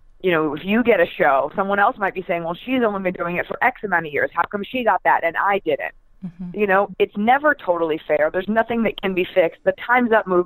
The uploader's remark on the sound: Entertainment.ie's new phone interview podcast.